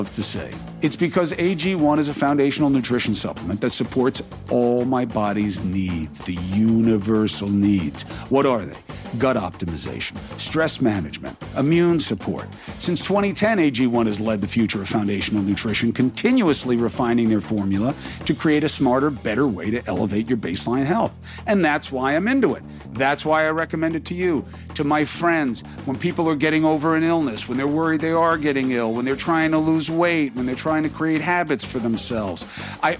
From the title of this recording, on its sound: Listener Calls